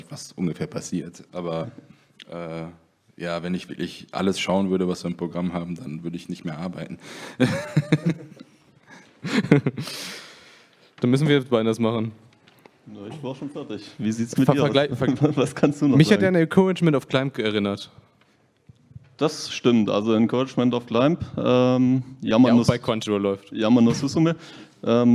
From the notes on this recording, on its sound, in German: Für die diesjährige Connichi haben wir uns etwas ganz Besonderes überlegt. Dies ist die nachbearbeitete Aufzeichnung auf unseren Kanälen mit Trailern und den Fragen des Publikums.